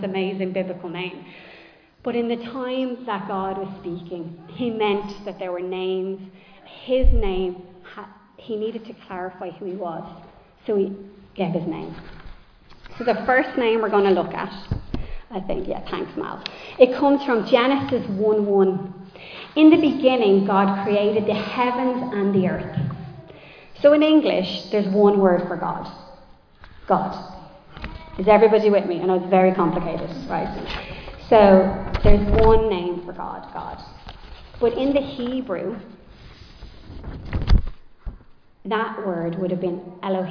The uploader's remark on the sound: Recorded live in Liberty Church on 7 January 2024.